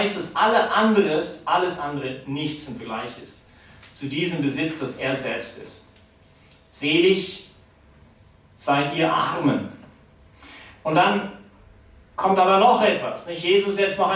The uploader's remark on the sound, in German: die Predigt wärhend der BeFree Messe gehalten